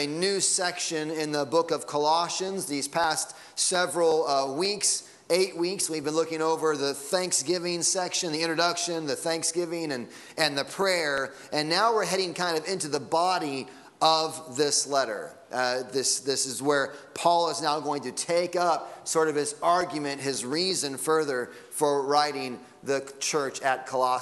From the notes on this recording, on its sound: Sunday Morning Sermon Audio.